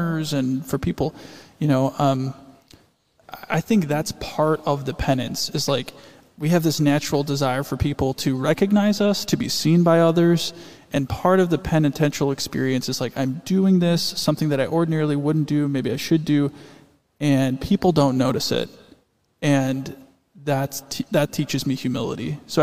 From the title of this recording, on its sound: LIVE from St. Matthias